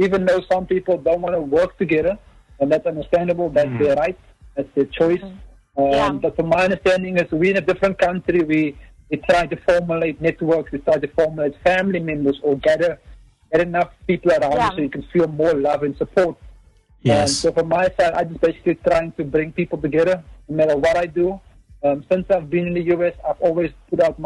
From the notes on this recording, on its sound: The very first Show the Crew did together via phone!